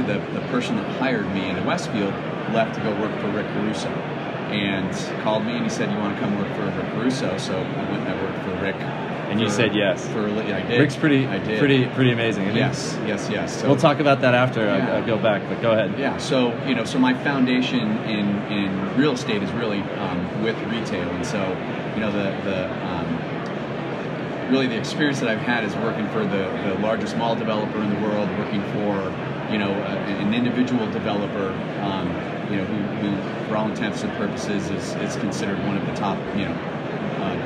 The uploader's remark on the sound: Live from ICSC RECON in Las Vegas.